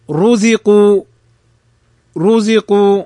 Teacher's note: فالراء مضمومة فتفخم